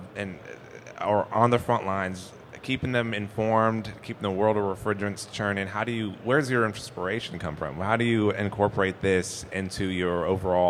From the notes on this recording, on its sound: Our Refrigerant Briefing for Winter 2023 event took place at the 2023 AHR Expo live from the Podcast Pavilion at the Georgia World Congress Center.